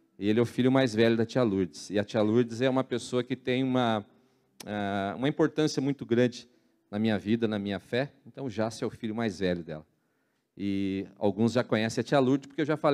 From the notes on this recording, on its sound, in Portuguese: na Igreja ABA Curitiba (Transmitido ao vivo)